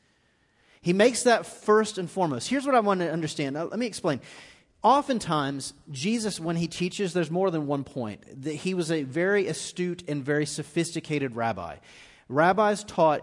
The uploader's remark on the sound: Recorded live on 10/14/18 at The Fellowship.